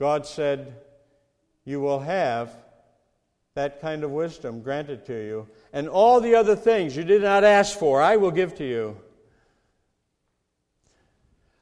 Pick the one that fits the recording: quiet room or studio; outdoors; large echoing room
large echoing room